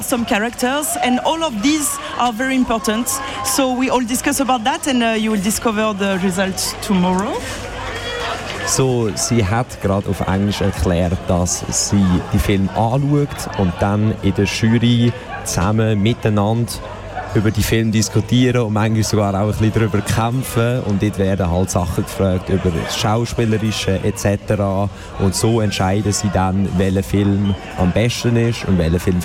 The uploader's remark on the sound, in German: Festivalausgabe live aus dem Merkerareal in Baden.